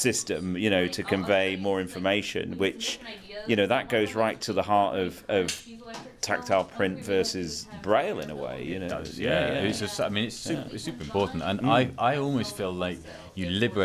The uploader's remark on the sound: The Braillists Foundation held a face-to-face meeting at the 83rd annual convention of the National Federation of the Blind at the Hilton Americas-Houston hotel, Texas, in July 2023. Was there with a microphone to soak up the atmosphere.